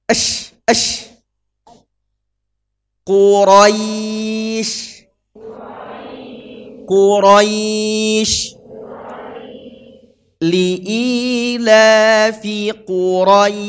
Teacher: Dan hati-hati juga bukan E tapi I ada Quraisy.